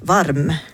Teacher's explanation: Så hvis vi nå ser på det her ordet varm, så er den siste lyden i ordet varm, det er en mm, så det er en sånn leppelyd hvor vi lukker leppen, ikke sant? Og så kommer da lyden ut nesen på en måte, så det kalles for en nasal, en neselyd.